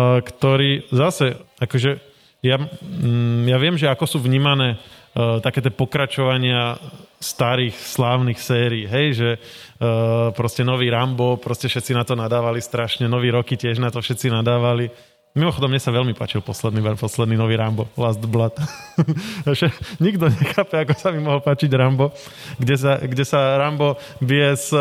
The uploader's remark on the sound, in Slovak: Naživo na Comics Salóne. Septembra v Bratislave. Nahrávali sme naživo pred publikom v rámci oficiálneho programu festivalu.